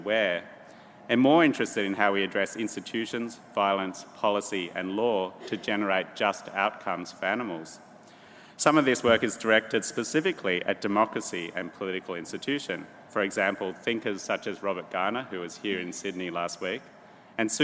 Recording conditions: live audience